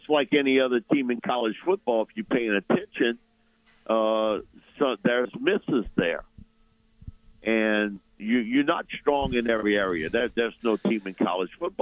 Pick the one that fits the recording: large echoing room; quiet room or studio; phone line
phone line